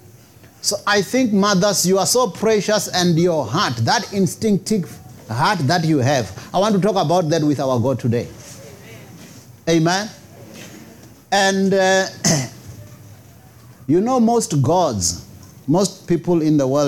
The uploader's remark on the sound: preached at Jesus the Saviour Church, 185 Bobs Way, Eersterivier, Cape Town on 14 May 2023